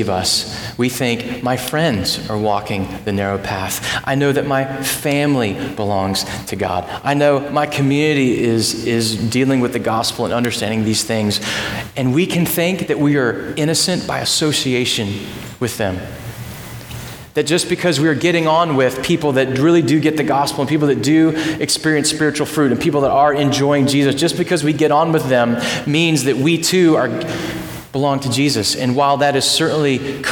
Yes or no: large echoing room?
yes